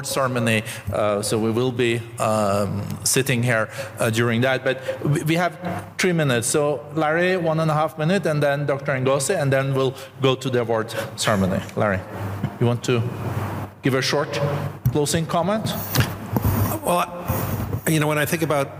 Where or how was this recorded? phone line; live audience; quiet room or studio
live audience